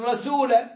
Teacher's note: والسين من حروف الترقيق مع ما فيها من صفير، هو ينطقها صادا مفخمة رسول الله، ويفخم اللام والسين وهكذا، فكأنه لا يقول أشهد أن محمد رسول الله.